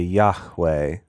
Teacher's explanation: I'll put a little aspiration on the H